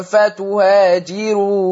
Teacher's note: وفتهاجروا الراء مرققة لأنها مضمومة وما قبلها مكسورة